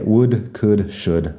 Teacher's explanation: todos tienen la L que no suena y el mismo sonido de la U corta